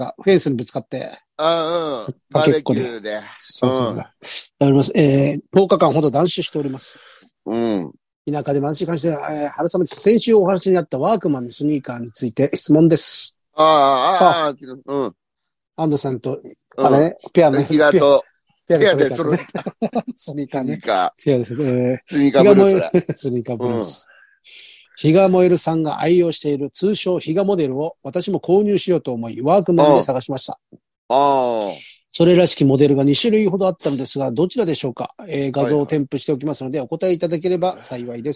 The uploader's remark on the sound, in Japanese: ZOOMで収録